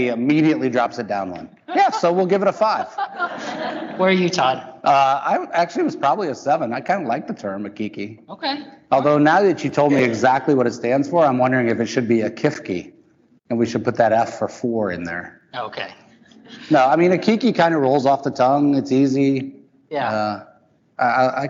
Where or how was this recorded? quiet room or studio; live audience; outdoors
live audience